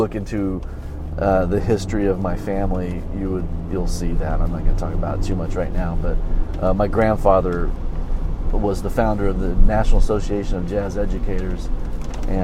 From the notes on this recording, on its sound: driving to my gig and talking about stuff